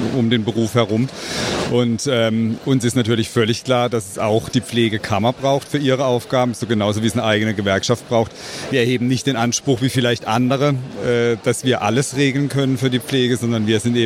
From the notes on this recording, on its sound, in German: Live vom Deutschen Pflegetag. Darüber hört Ihr Stimmen von Besuchenden und Referent*innen.